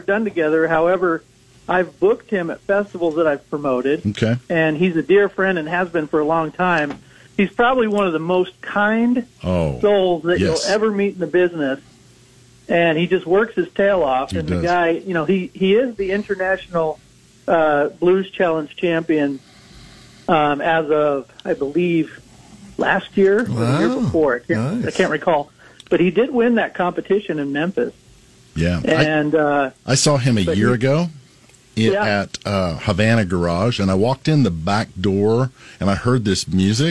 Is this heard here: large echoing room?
no